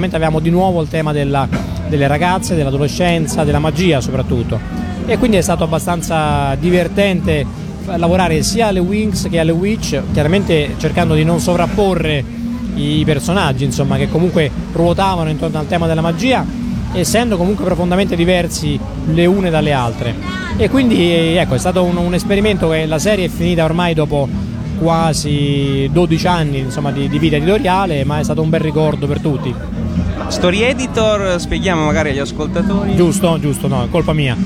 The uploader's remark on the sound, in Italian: intervistato a Lucca Comics & Games 2013